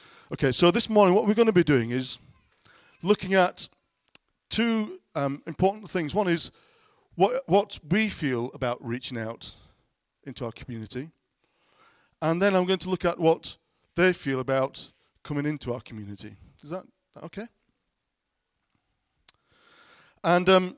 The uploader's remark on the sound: at King's Church, Cockermouth.